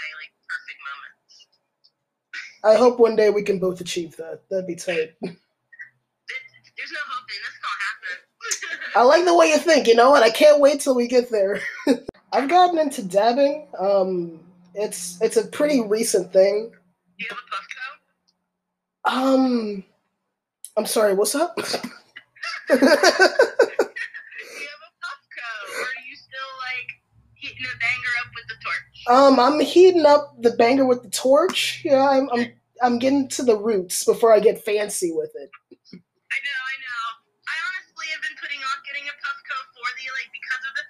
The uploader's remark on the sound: We had some technical difficulties while recording. I did my best with editing.